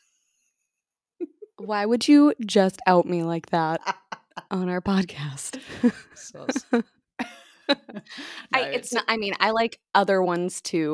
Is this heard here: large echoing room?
no